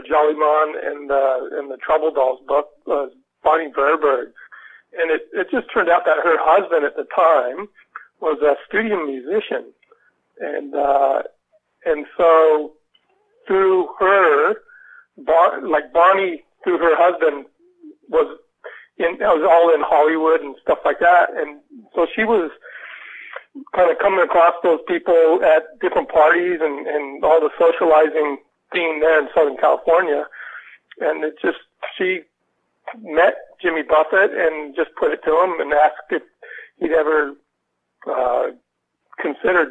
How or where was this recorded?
phone line